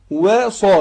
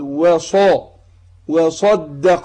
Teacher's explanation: يبقى أنا برقق الواو و وادخل على تفخيم الصاد